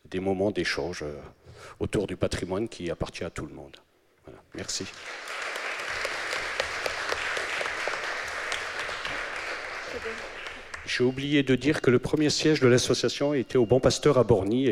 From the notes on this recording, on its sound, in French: Émission spéciale : en direct de la journée mondiale du refus de la misère à Metz. Ils ont accueilli des représentants des différentes associations de défense des Droits de l’Homme.